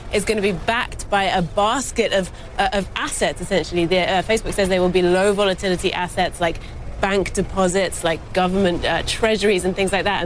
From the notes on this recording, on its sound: live from the New York Stock Exchange